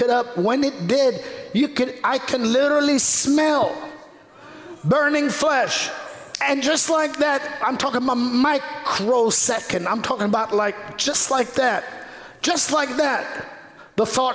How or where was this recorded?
large echoing room